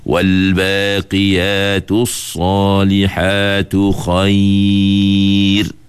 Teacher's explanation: Mat lin dia boleh baca panjang dia. Sama ada nak panjang dua, atau nak baca panjang empat, atau nak baca panjang enam, boleh pilih.